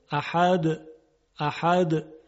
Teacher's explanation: این معلوم نیست که چیه، یعنی دال وضوح نداره، صدای اون واضح نیست، حتما باید قلقله آورد، احد احد، تا این دال شنیده بشه. اما یه نکته هم قابل توجهه، بعضیا وقتی میخوان قلقله بیارن خیلی زیاد میارن و اون رو تبدیل به تشدید میکنن، مثلا اینجوری میگن احد، این غلطه.